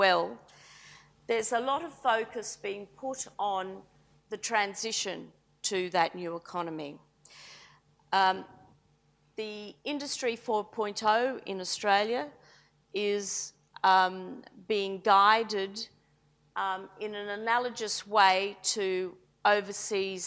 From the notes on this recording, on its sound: IFE Grand Challenge Lecture, recorded 21 September 2018 at QUT